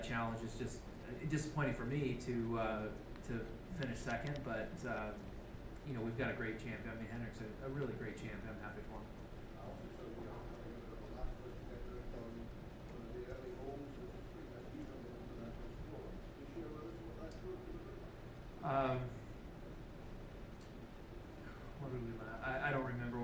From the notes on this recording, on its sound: 2016 Open Championship Press Conference. At the 2016 Open Championship at Royal Troon.